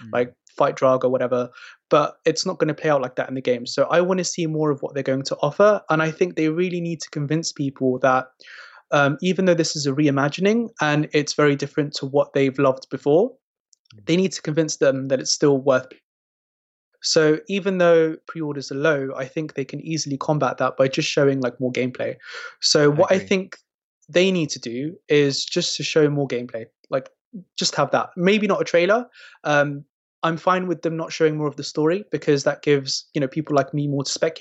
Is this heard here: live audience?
no